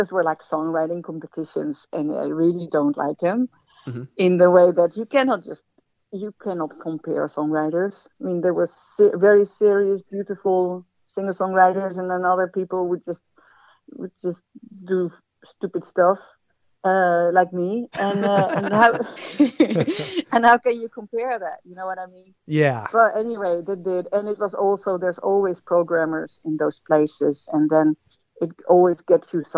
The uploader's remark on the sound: joining us over the phone.